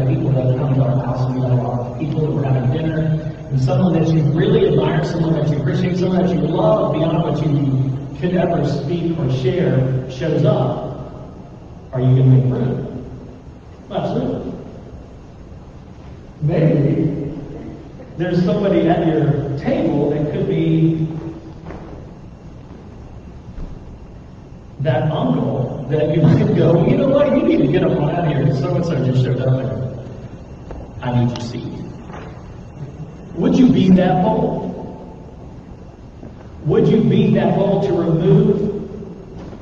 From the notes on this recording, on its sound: THERE WAS AN AUDIO PROBLEM THIS WEEK